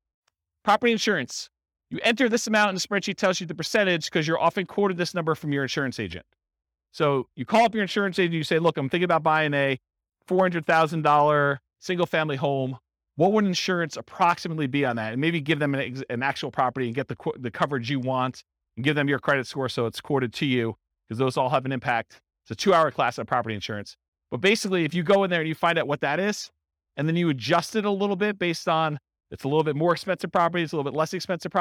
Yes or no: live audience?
yes